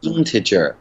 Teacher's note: 首先第一个音节，它的开头是一个大写的 i 的这个音标。而不是一个一的音